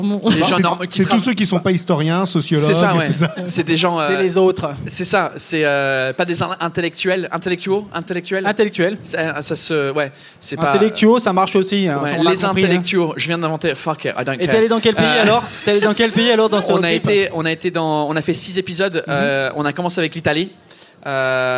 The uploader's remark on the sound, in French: Elle a été enregistrée en LIVE au Charolais Club de Ground Control dans le cadre de la journée de l'Europe !